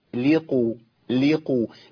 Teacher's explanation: اللام عندي مرققة لكن القاف مفخمة لأنها إيه؟ مضمومة في مرتبة عالية من التفخيم.